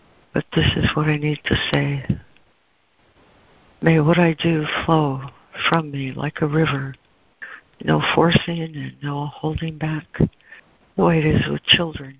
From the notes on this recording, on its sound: ACIM Daily Conference Call